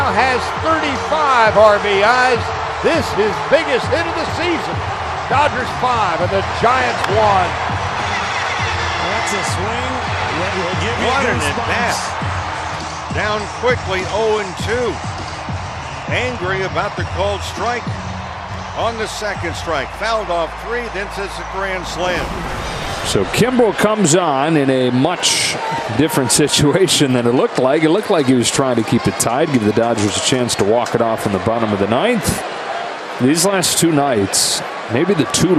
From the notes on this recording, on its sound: LIVE from #dodgerstadium